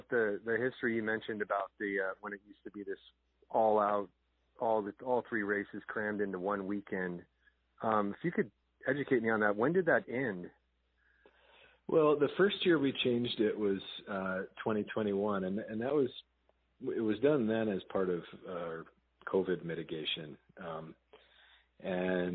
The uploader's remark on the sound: Joining us on the phone